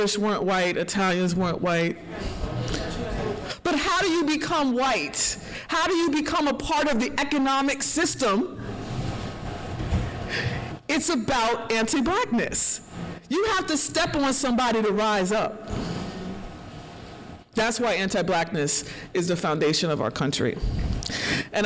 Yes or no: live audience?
yes